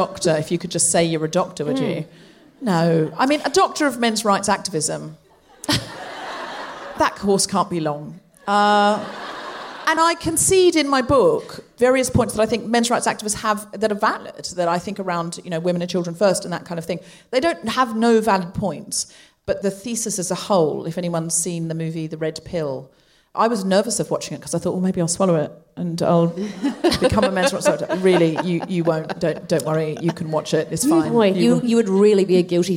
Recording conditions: live audience